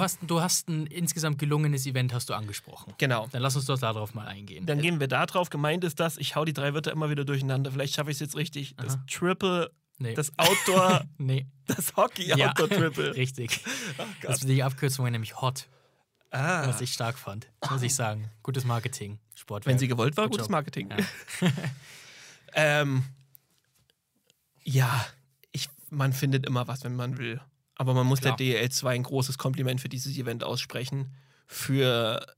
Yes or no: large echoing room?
no